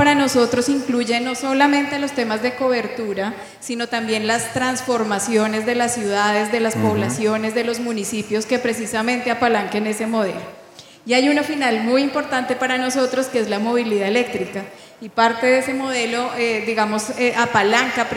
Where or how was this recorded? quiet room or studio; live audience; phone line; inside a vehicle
live audience